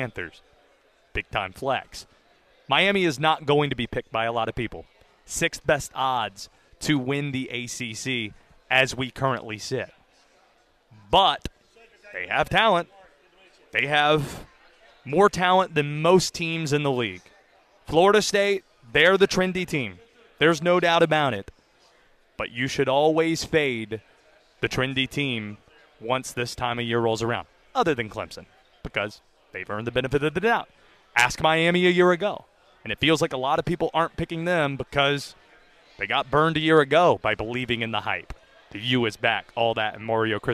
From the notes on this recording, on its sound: live from Day 3 of ACC Kickoff in Charlotte